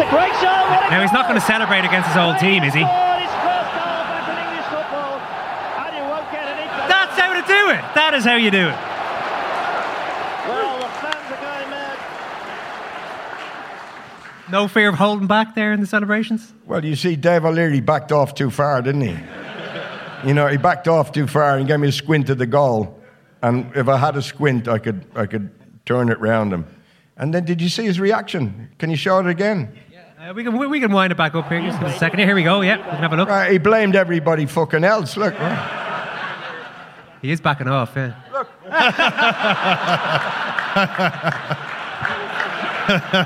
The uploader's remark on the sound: At our end-of-year live show last week. Warmly received by the Liberty Hall crowd and our World Service members alike.